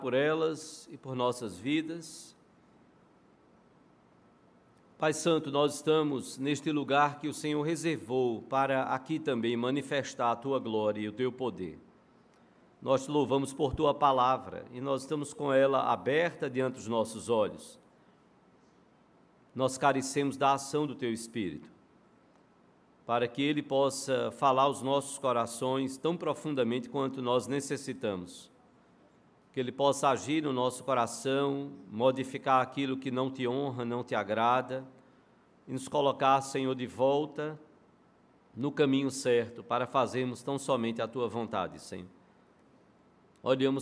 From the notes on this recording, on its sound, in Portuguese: no culto presencial e transmitido ao vivo